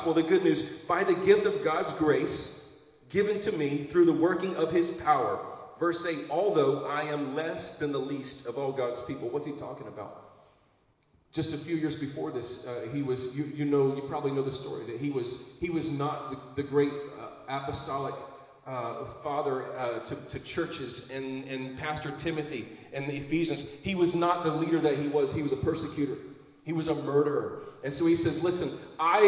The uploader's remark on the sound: Recorded live in Liberty Church on 14 August 2022